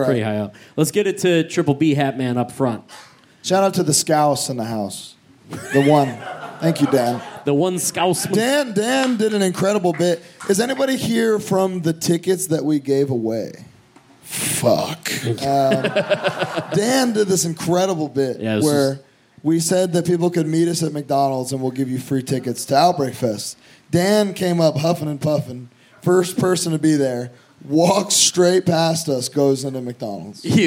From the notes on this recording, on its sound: Live at Outbreak Fest (Manchester, UK). To everyone in attendance.